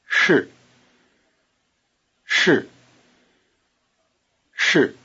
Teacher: The vowel in shi is just a prolonged R sound, r. Try repeating am again.